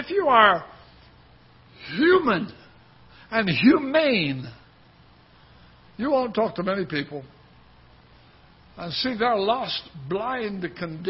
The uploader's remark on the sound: Ketha Heights Baptist Church ~ Live Broadcast